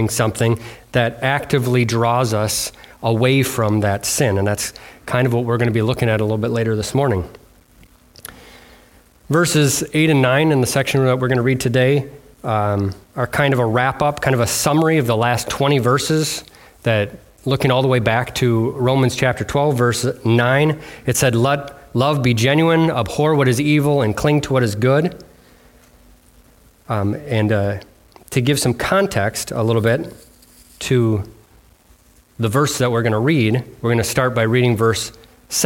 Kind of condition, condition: setting, large echoing room